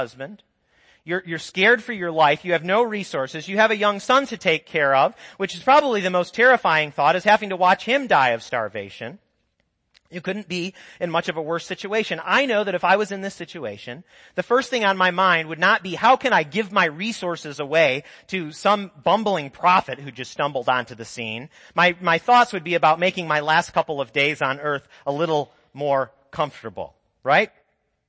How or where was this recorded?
large echoing room